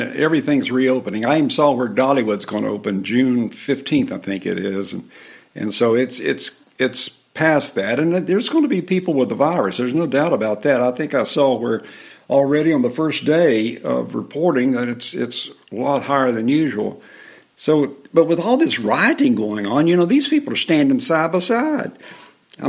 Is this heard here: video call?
no